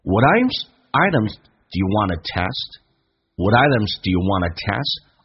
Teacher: What items 有一个连音，Whatitems？Do you 有一个弱化现象变成 doyou，而且用降调来读。